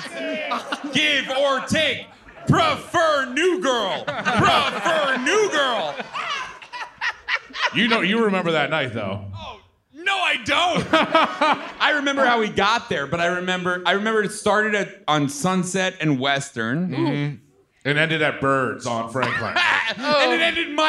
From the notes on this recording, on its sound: For a LIVE power hour in NYC (Recorded LIVE October 23, 2021).